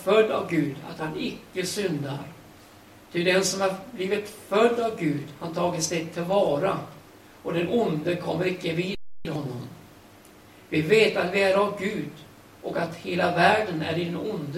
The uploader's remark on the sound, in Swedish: Liveinspelning